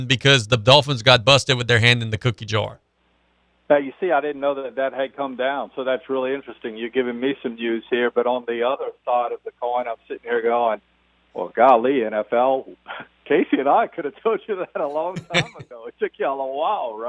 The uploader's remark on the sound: On the phone lines, we are joined by South Lafourche Athletic Director.